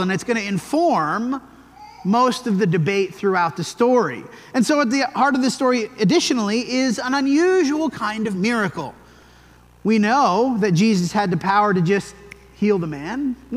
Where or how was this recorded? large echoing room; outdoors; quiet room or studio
large echoing room